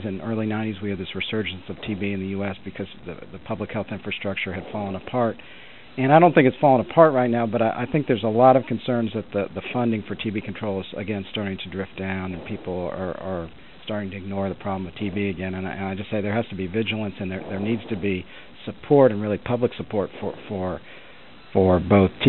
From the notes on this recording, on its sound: June 2005 Author in the Room® Teleconference